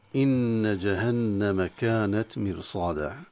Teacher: النون المشددة حكمها الغنة وقفا ووصلا بمقدار حركتين، والغنة مخرجها الخيشوم. جهنم كذلك النون المشددة في جهنم، كذلك الغنة في النون المشددة مثلها إن.